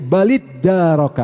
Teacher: Ta-nya digabung ke dal karena makhrajnya dekat.